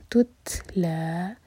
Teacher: تا پر سکون تو تا پر ہمز ہوگی سیکنڈ والا جو تا ہے سانس جاری رکھیں گے